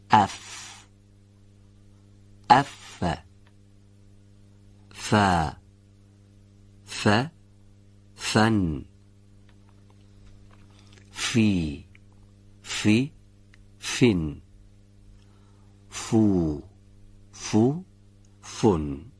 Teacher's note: این حرف مثل فای فارسی از برخورد تری لبه پایین به لبه دندانهای پیشین بالا به تلفظ در میاد. وقتی که این حرف میخواد تلفظ بشه، هوا با کمی فشار به صورت سایشی از محل یاد شده خارج میشه و بدون اینکه تارهای صوتی رو به ارتعاش در بیاره صدای حرف فا رو تولید میکنه.